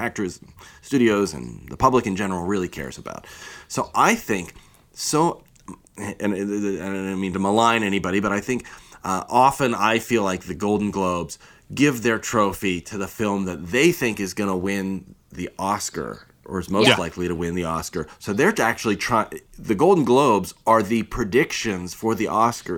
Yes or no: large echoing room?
no